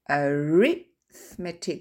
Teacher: Mais on dit arithmetic, c'est-à-dire qu'en fait l'accent tonique est sur le deuxième wagon et pas le troisième avant-dernier.